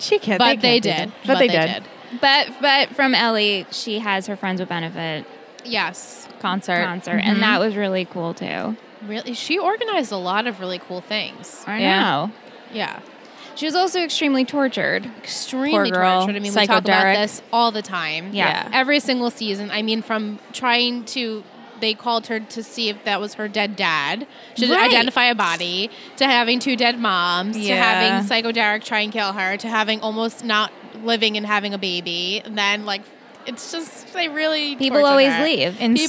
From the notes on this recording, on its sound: Recorded LIVE from TRIC.